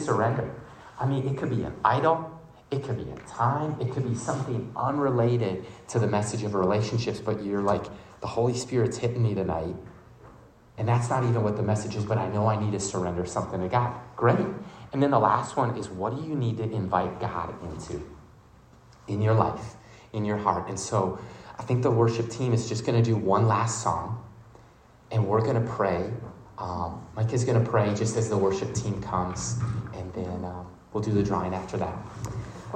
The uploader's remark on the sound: The audio recording from their message speaking to college students in St. Paul, Minnesota at a campus ministry called Chi Alpha on the University of St.